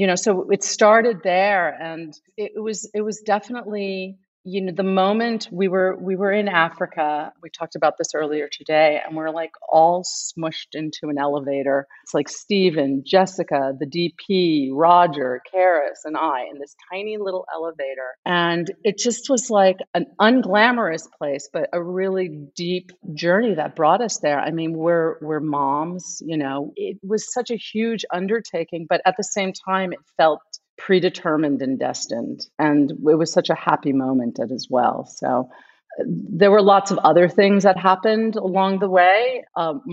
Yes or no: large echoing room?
no